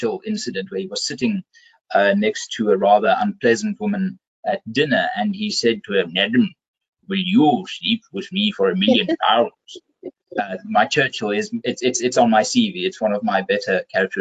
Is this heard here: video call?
yes